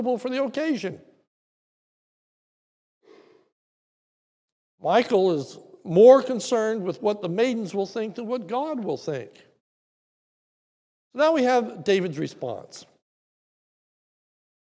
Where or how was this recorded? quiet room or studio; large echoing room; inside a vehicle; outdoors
large echoing room